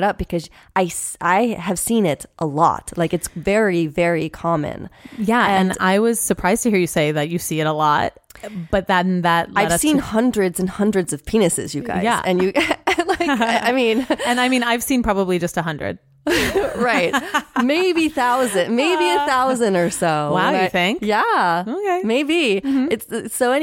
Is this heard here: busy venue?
no